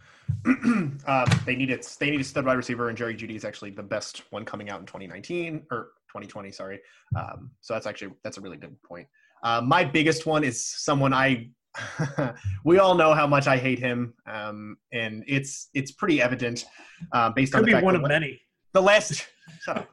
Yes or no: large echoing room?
no